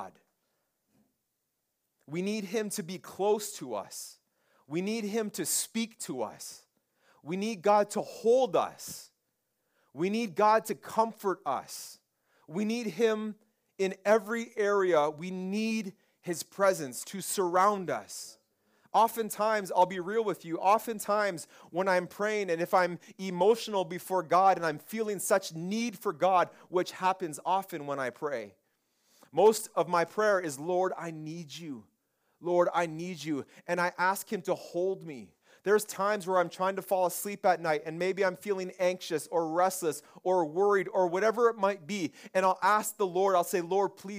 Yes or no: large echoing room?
yes